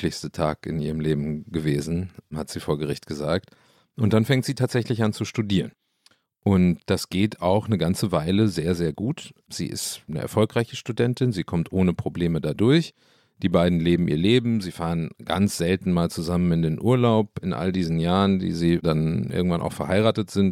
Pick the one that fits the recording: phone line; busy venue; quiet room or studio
quiet room or studio